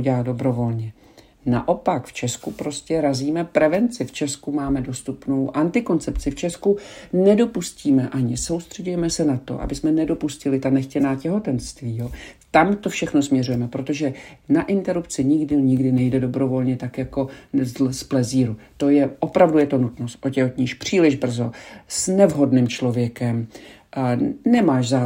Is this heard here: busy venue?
no